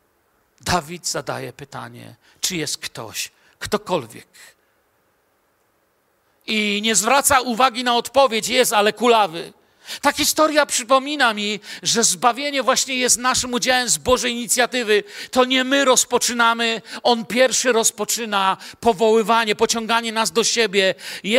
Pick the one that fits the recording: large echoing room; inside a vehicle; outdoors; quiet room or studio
large echoing room